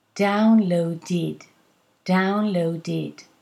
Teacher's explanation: Two dentals together is very difficult. So you need to insert a vowel support. And that vowel is not A.